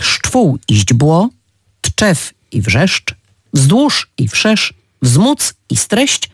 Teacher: W ich wymowie słyszymy tylko jedną samogłoskę. Reszta to spółgłoski i tych spółgłosek jest kilkakrotnie więcej. Tworzą one grupy spółgłoskowe dość trudne do wymówienia.